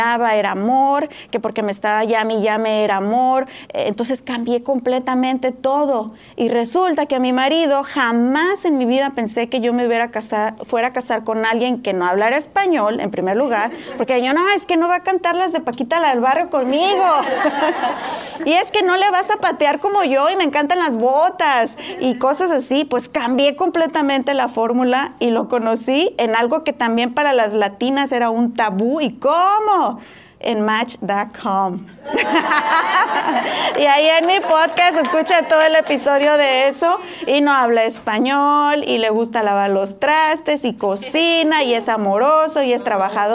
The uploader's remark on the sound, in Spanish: Este episodio fue grabado en la conferencia